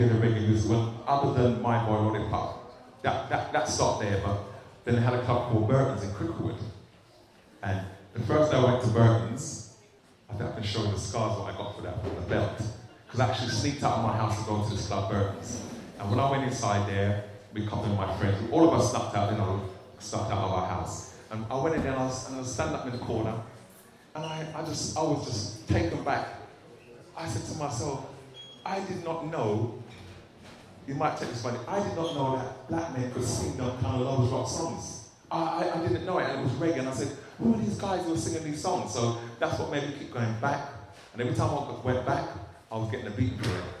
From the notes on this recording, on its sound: This interview was recorded at the Brent 2020 Bass Rewind event in November 2019